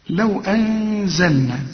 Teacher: نون وبعدها زين هي برضو هنغن ونخفي، والغن بمقدار حركتين والحركة بمقدار واحد اتنين، يبقى نفس يستمر واحد اتنين.